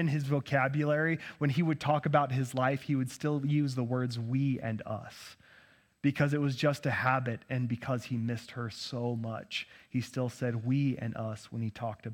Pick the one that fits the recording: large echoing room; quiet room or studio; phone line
large echoing room